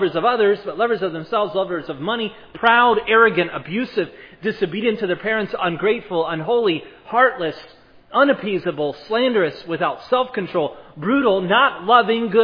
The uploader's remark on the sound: was preached at Providence Church